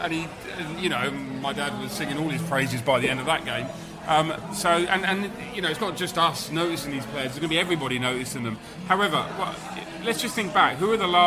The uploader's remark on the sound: hooked up at the George IV pub in Chiswick High Rd for an end-of-season-party